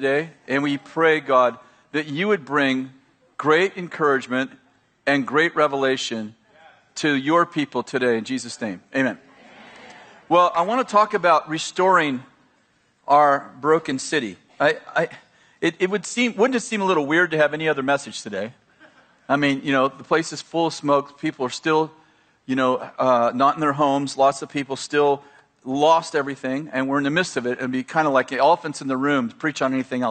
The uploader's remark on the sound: At Bethel Church in Redding, CA.